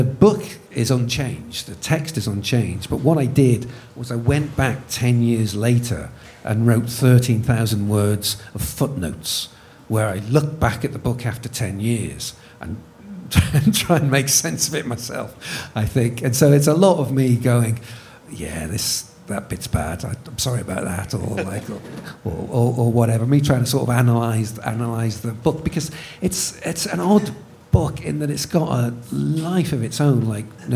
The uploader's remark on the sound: This podcast was recorded in front of an enthralled audience at 21Soho in London.